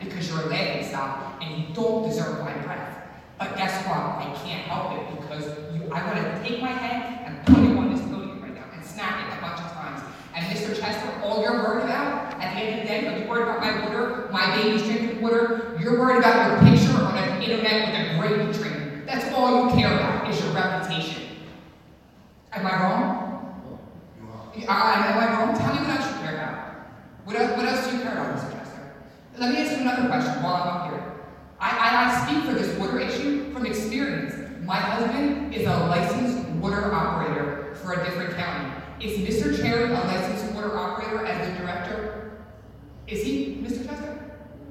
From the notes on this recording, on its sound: Raw audio of public comments during the Trenton NJ City Council Meeting.